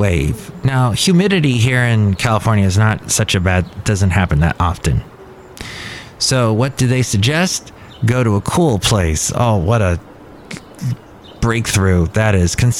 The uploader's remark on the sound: podcasts live from Café Anyway